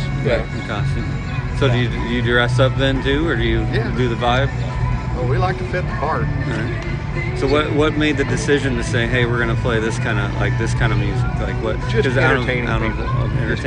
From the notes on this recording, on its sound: live at the Gem City Concert Series